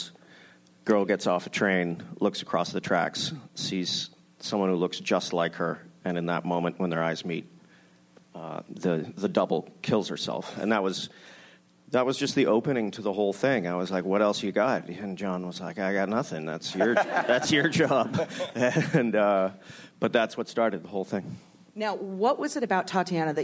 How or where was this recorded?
busy venue